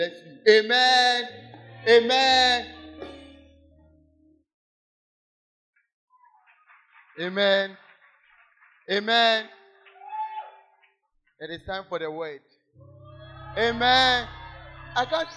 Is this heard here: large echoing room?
yes